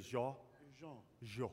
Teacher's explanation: You don't say the N, right? You just say Jean.